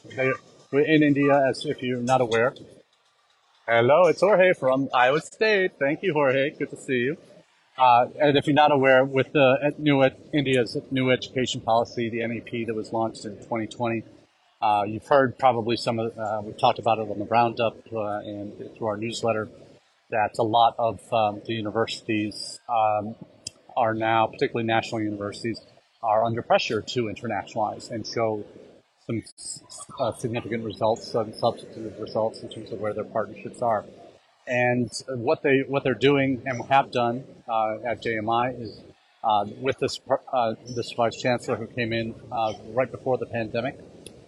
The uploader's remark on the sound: Our #intled #livechat comes to you from the #IC3 conference in Hyderabad, India.